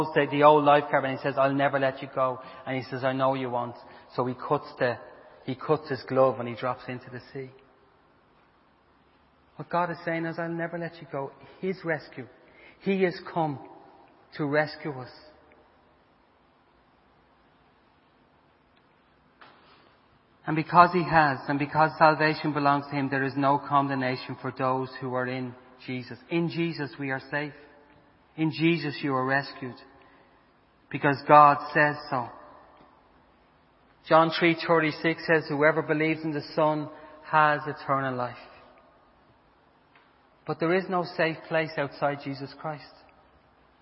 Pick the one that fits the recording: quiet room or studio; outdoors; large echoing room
large echoing room